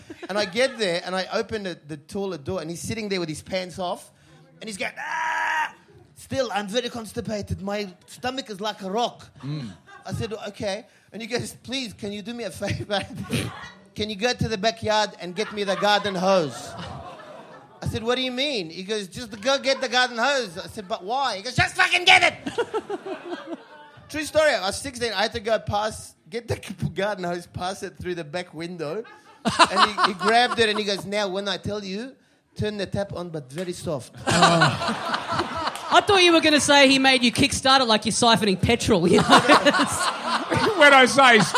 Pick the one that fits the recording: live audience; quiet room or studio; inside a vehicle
live audience